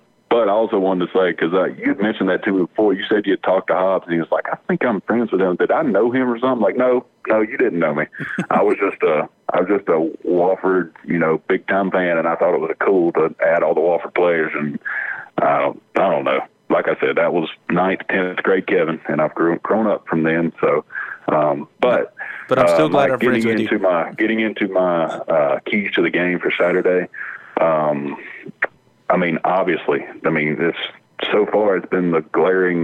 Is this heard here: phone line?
yes